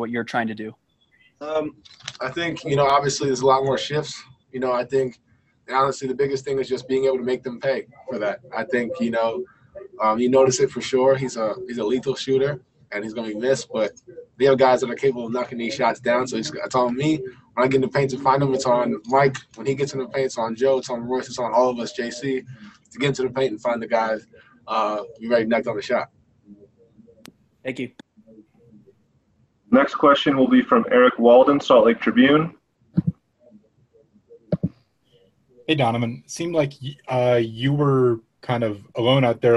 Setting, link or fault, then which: link, video call